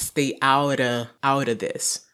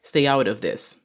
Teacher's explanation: Então lembra aí que eu posso reduzir esse of para um simples schwa · Shown in: first take · Então eu posso falar stay out of, out of this.